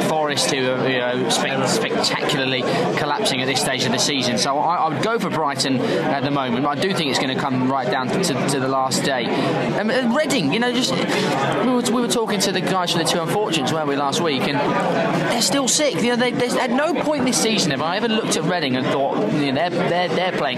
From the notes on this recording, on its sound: Live from The Valley. The boys also speak to Barnsley fans outside.